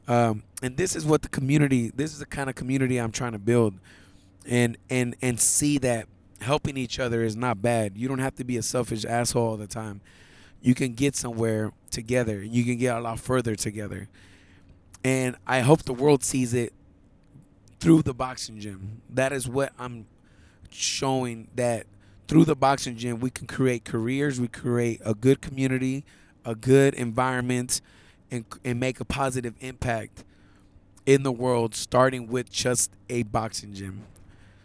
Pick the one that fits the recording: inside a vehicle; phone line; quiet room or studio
inside a vehicle